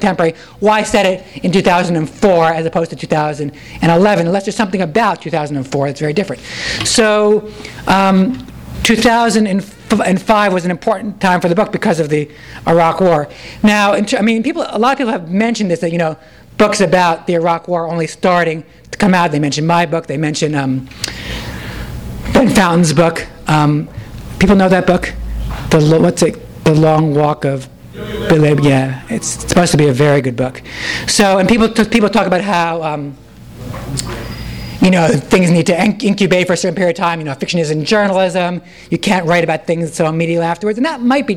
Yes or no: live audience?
yes